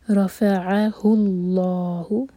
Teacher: ہا کو ہم لام جلالہ سے جوڑیں گے اور لام جلالہ ہیوی ہوگا. رافعہ اللہ، لا دوہرے کا لمبا، ہو ایک حرکہ.